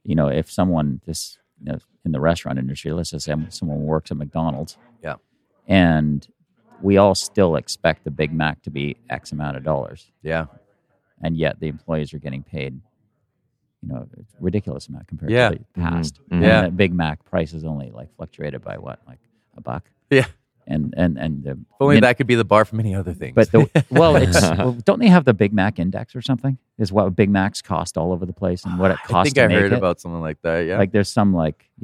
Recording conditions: busy venue